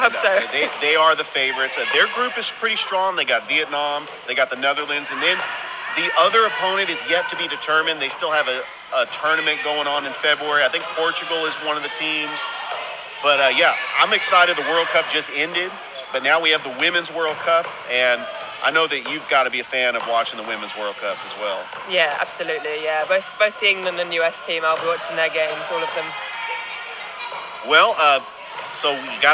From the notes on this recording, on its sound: Live Show on location at Girls Inc in Columbus, GA